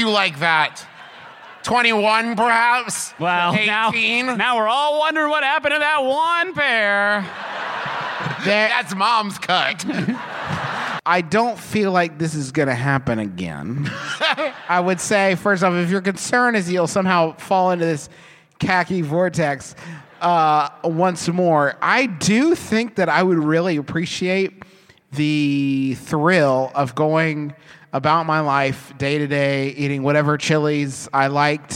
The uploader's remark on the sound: Live from Podcon 2, it’s half an episode of MBMBaM!